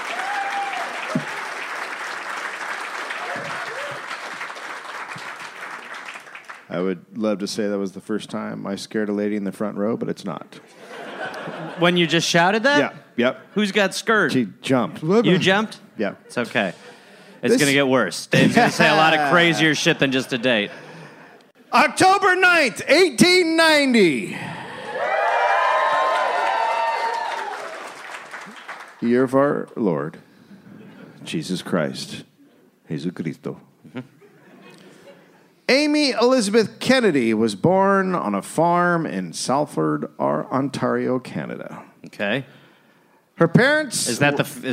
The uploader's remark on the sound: Recorded live in Phoenix, Arizona.